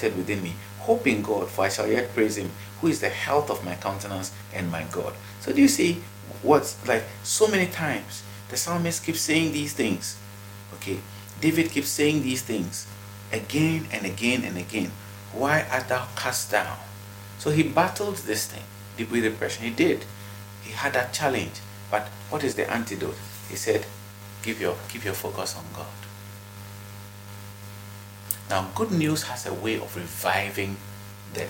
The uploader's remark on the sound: Kindly pardon the background noise.